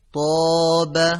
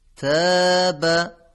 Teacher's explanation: کلمه طابه که حرف طا هست، حرف طا درشت و پرحجمه، ولی در مقابل کلمه تابه رقیق و نازکه. تفاوت این دو حرف در همین نکته است.